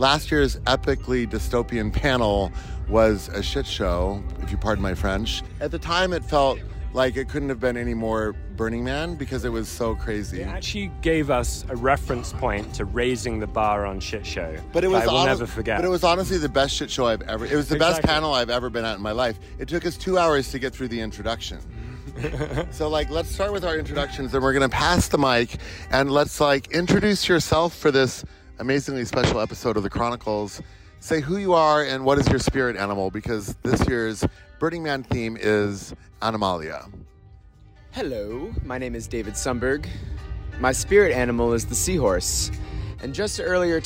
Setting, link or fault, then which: setting, busy venue